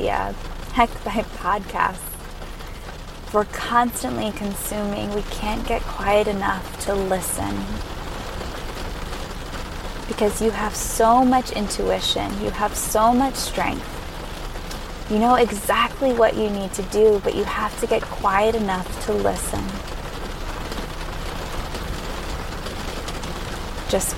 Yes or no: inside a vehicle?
yes